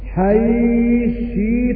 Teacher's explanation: أضغمنا التاء في الشين